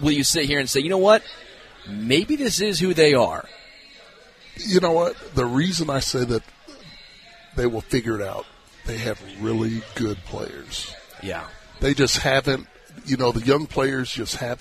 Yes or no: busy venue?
yes